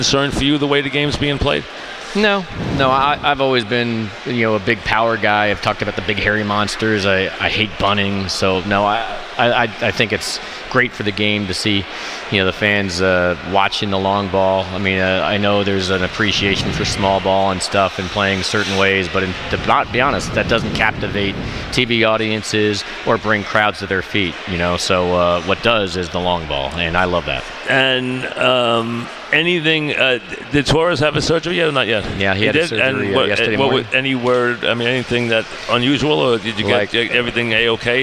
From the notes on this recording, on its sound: live at Grand Central Teriminal